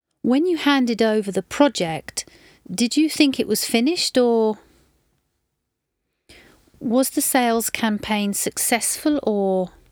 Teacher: Sometimes the word or is used with a rising tone and voice tailing off.